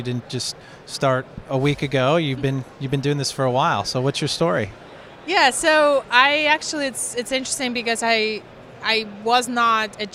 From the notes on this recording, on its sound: Interview from Esri GeoConX Conference 2019. We are live at the Esri GeoConX Conference 2019 which was an amazing event.